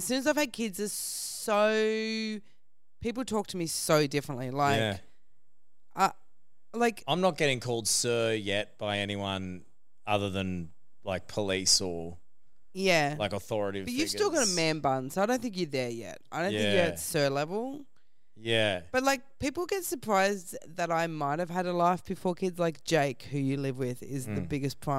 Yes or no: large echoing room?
no